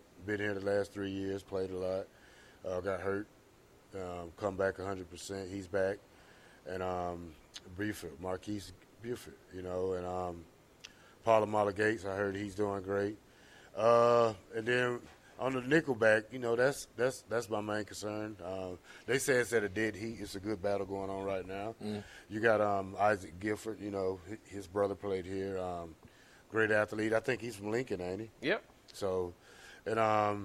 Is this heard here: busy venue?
yes